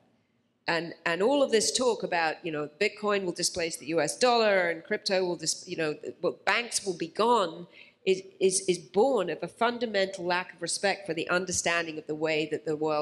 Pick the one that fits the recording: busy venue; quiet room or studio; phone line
busy venue